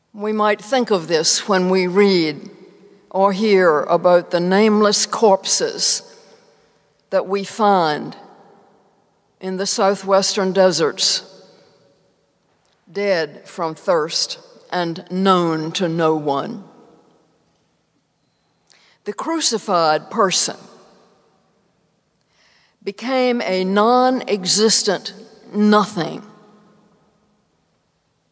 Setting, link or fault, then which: setting, large echoing room